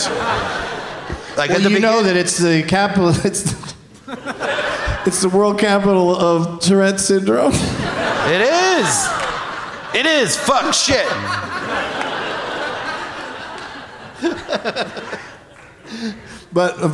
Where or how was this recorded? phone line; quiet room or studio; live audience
live audience